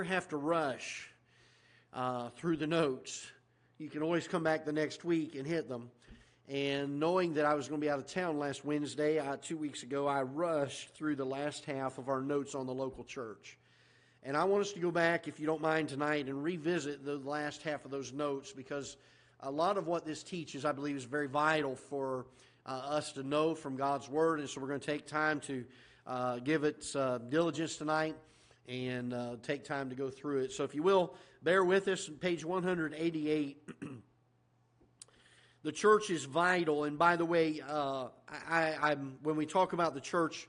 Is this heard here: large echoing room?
yes